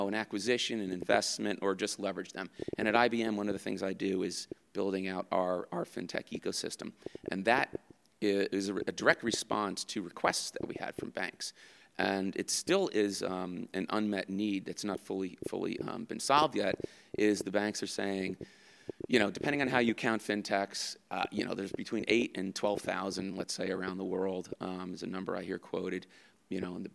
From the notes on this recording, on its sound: This podcast was recorded on the go at Sibos 2018 and is a rough cut.